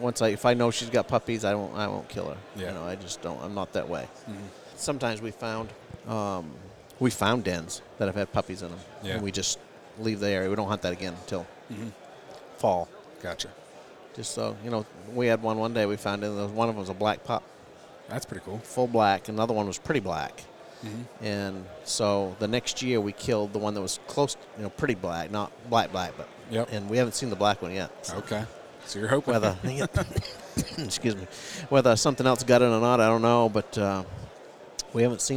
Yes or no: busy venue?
yes